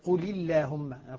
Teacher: اذا جاءت في قبلها كسر حتى لو كان الكسر بسبب التقاء الساكنين هو كسر، اللام بعده تكون مرققه. طبعا هنا الاصل في اللامات كلها اخواني الترقيق لانها حرف مستفل والتغليظ عارض كما يقول العلماء.